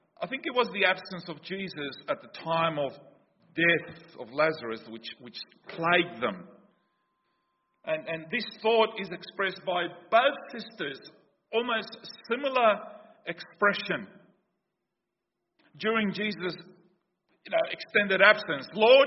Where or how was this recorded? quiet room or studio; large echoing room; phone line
large echoing room